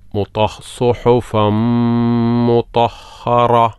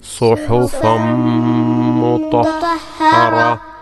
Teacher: ഒരു ചെറിയ ഒരു ഹ ഉച്ചരിച്ചുകൊണ്ട് അതിന് സുക്കൂൻ നൽകിക്കൊണ്ട് വഖഫ് ചെയ്യുക